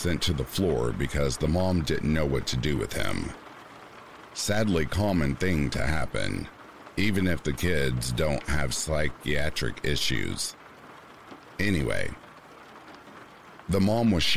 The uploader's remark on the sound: RAIN SOUNDS